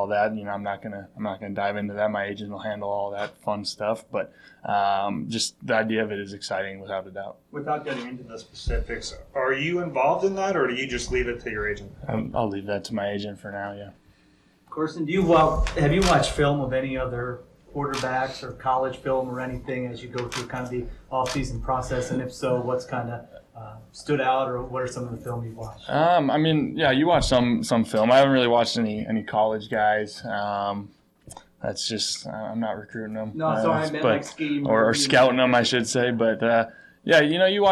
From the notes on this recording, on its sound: we have a triple decker of press conferences for you